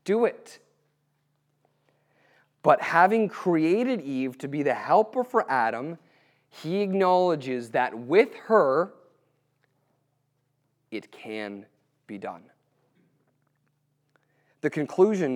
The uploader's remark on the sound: April 2018 Q&A at HBCYR - Harvest Youth